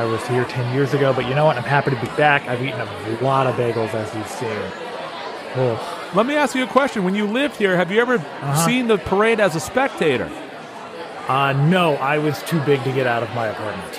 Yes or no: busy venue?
yes